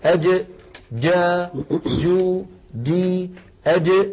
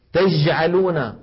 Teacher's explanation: مخرجها صحيح ولكن فاتها صفة من صفات الجيم الفصيحة وهي انحباس الصوت أي صفة الشدة · Shown in: second take · Term: جيم عامية